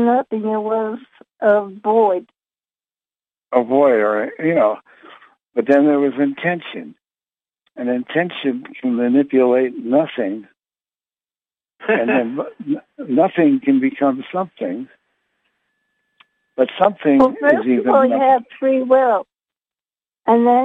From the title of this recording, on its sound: Conference Call LIVE, April 25, 2022